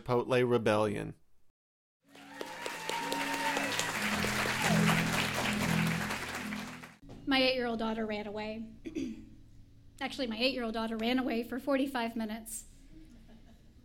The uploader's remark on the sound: told live on the All Y'all stage in March 2016